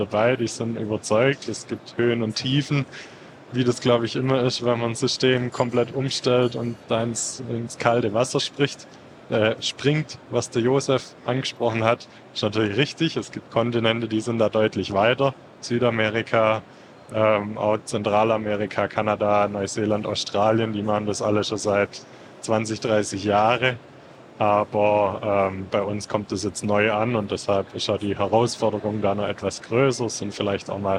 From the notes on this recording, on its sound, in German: aufgenommen live von der Agritechnica